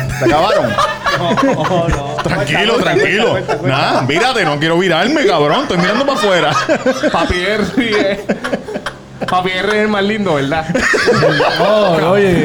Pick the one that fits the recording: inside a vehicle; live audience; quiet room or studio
live audience